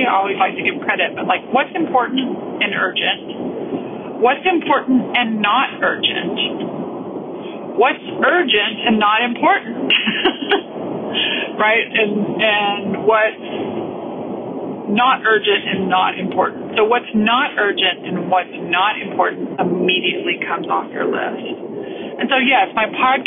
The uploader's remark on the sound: I’m driving home through my hometown of Austin, Texas.